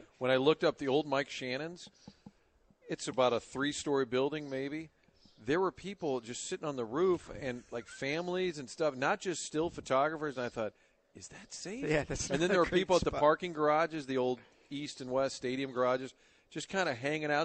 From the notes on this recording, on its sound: broadcasting live from Old Hickory Golf Club